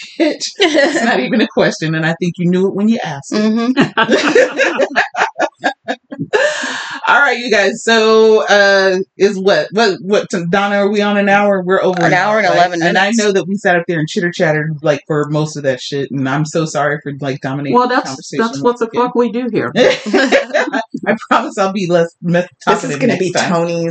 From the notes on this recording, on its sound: Sound issues still tried to derail us